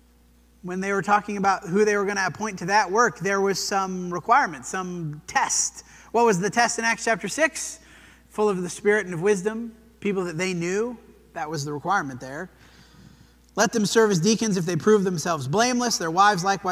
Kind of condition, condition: setting, large echoing room